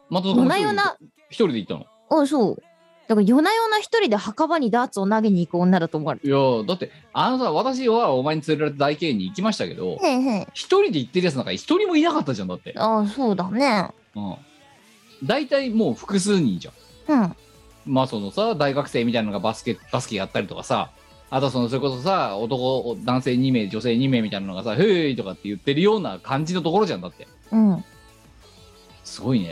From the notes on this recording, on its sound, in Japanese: 本番組はリモート収録です。収録時環境の影響により、聴き取り辛い部分があります。途中でノイズ等入りますが、収録時のものです。